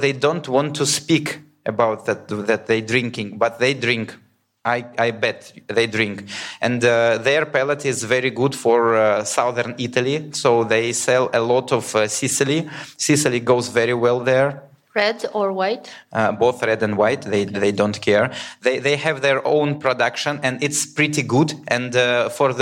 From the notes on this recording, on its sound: Session recordings from the wine2wine Business Forum 2023. Recorded during the Forum held in Verona in November 2023.